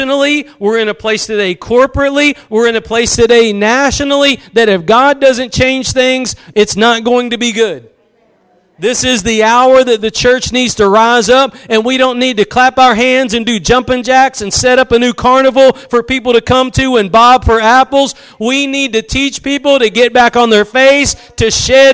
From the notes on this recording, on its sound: Preached at Gospel Lighthouse in Bossier City, La.